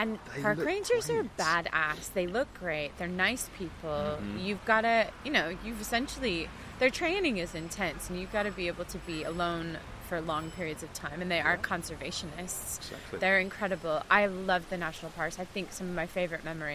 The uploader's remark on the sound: We had the funniest chat at Woodberry Wetlands, by the East Reservoir in Stoke Newington, London.